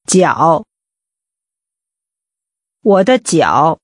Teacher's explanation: Using a falling, rising tone, say foot or feet.